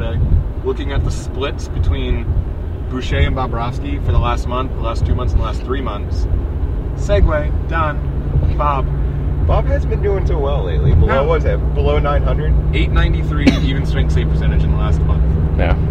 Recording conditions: inside a vehicle